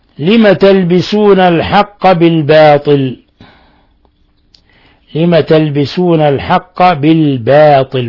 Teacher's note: ولاحظوا كيف رققنا الباء والألف، بعضهم يقول بالباطل، لا هذه حروف مرققة يجب أن نعطيها حقها من الترقيق.